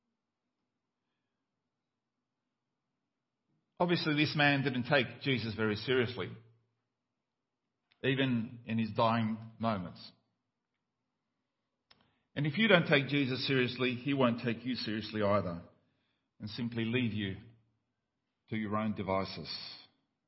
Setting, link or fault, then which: setting, large echoing room